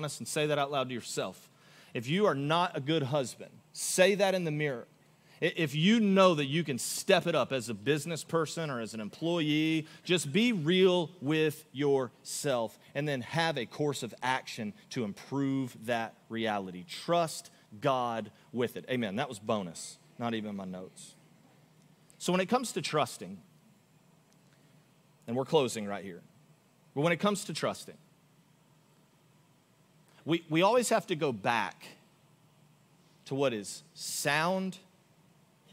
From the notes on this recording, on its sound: Augustine, Florida. Recorded live on January 28, 2024 at Church On The Rock.